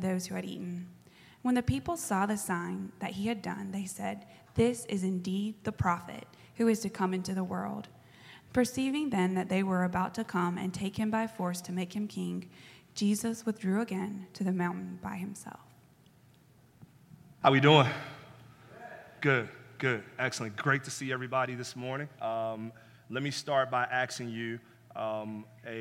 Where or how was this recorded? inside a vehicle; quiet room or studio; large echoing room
large echoing room